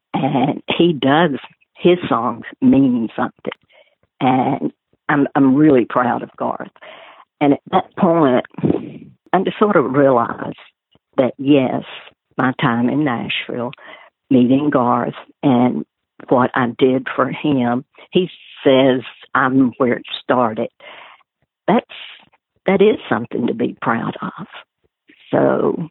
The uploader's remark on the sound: She joined me by phone for this very interesting, personal in-depth look.